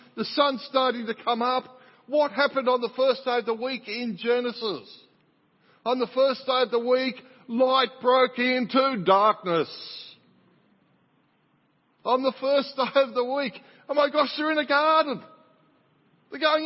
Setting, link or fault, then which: setting, large echoing room